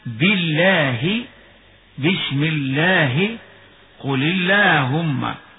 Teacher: وترقق في لفظ الجلالة الواقع بعد كسر